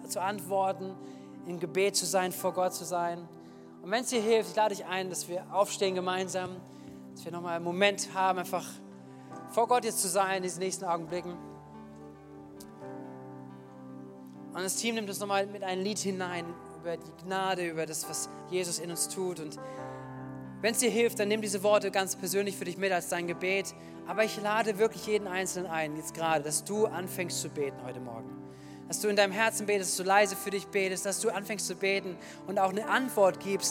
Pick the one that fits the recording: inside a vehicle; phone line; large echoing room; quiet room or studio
large echoing room